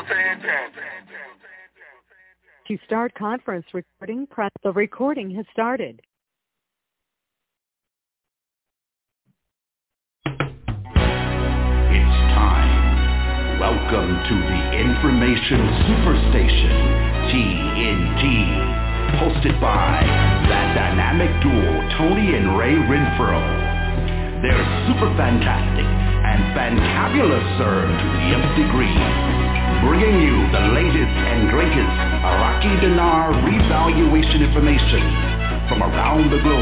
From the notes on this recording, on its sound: Conference Call